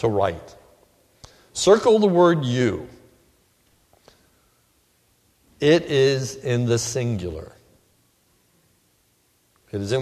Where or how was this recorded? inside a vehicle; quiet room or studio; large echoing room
large echoing room